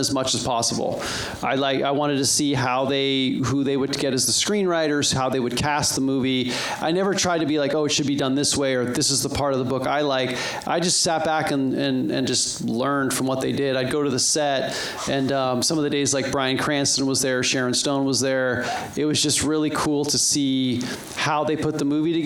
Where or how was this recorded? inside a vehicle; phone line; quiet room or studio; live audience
live audience